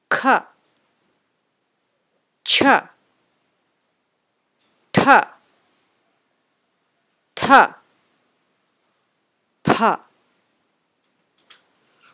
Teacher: Unvoiced, big breath, or karkasha, mahaprana.